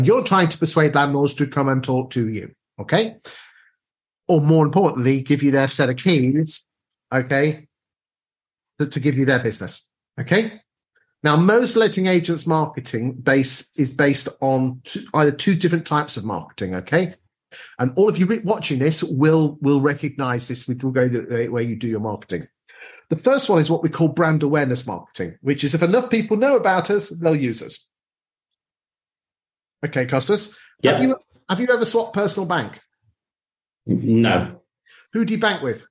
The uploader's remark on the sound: This Newsagent episode is a recording of our webinar on how to stay competitive and boost your landlord portfolio.